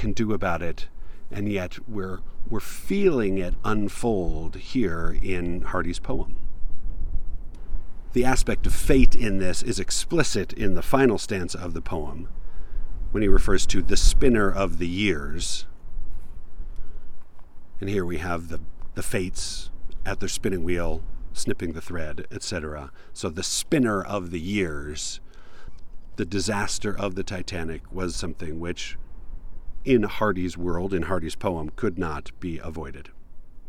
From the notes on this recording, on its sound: Recorded in a tiny little canyon that I never learned the name for, but it was peaceful and quiet.